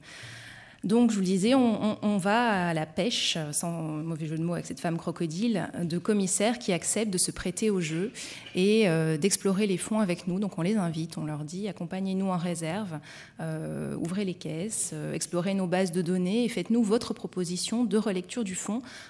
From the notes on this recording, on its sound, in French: Intervention enregistrée le 17 février 2014 dans le cadre du colloques « Le conservateur du patrimoine, acteur de l’Education artistique et culturelle ».